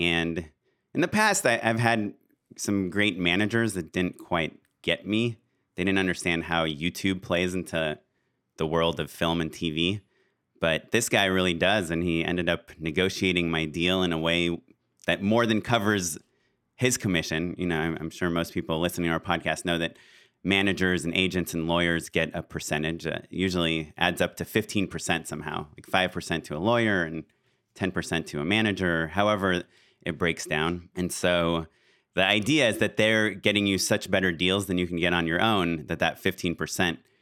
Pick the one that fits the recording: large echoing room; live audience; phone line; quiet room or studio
quiet room or studio